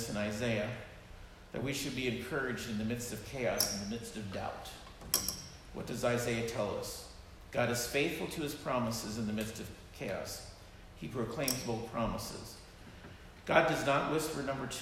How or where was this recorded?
large echoing room